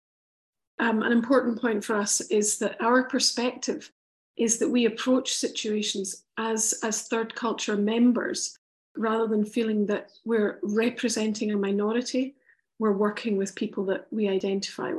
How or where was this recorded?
video call